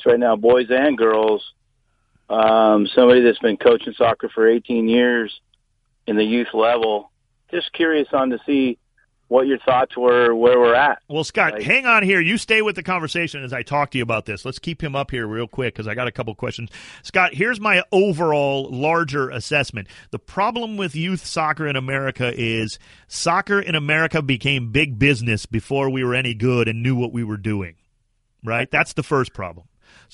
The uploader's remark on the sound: Opens the phone lines for the very first time as listeners call in to discuss all things soccer.